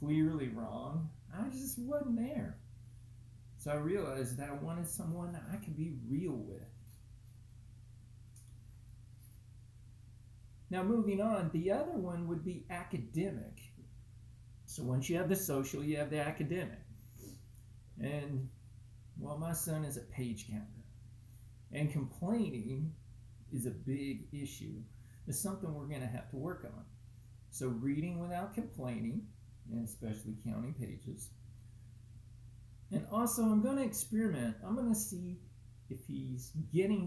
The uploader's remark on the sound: (Apologies mic was weak).